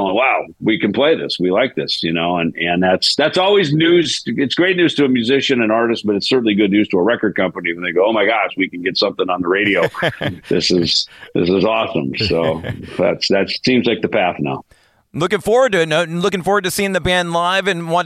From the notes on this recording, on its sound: Zoomed in to talk.